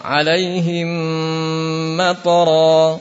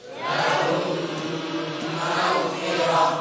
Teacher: Pada halaman 15 al-mimi itu masuknya mim sukun ke dalam mim yang berharakat. Membacanya dengan dengung sekitar dua harokat.